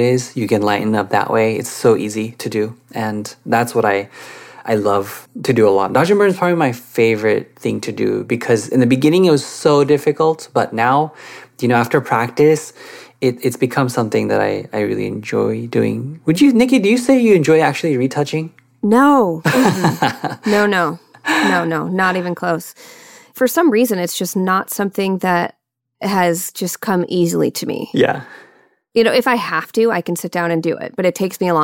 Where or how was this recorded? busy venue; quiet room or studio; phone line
quiet room or studio